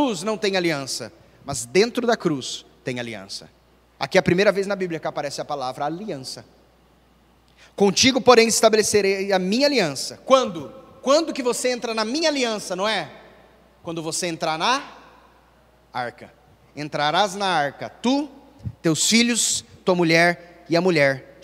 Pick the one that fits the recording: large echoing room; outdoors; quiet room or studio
large echoing room